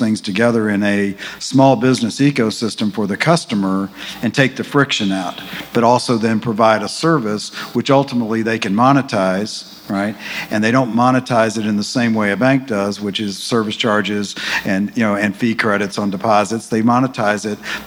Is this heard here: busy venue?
yes